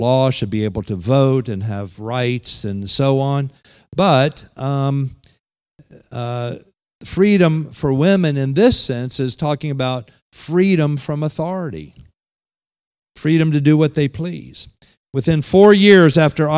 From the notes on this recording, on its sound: Holiness conference at The Pentecostals of Dothan.